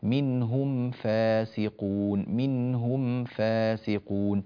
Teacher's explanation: الميم الساكنة عند الفاء منهم فاسقون أيضا مما ينبغي العناية به، فالميم الساكنة عند الفاء حكمها الإظهار، فينبغي إظهارها